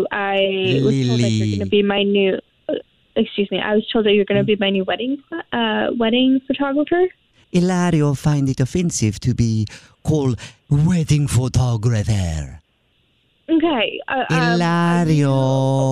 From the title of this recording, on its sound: Phone Prank